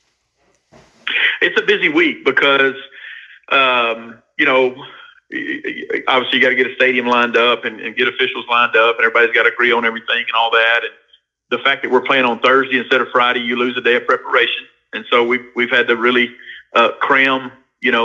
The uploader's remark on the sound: By phone.